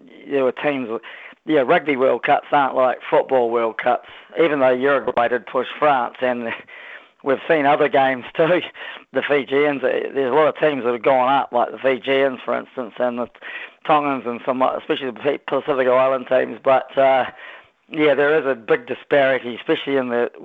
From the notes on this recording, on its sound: hits the phone and text lines